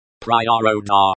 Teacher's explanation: The stress is on the second syllable, ro.